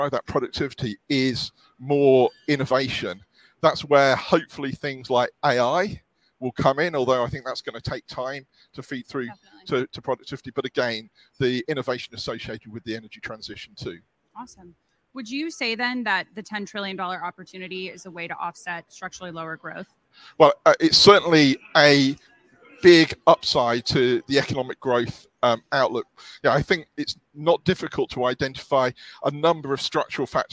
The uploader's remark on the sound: A special edition of OPIS Energy Insights, live from World Chemical Forum in Houston.